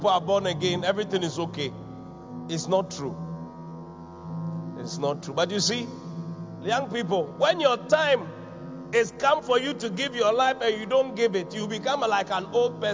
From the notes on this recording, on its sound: Preached at the Qodesh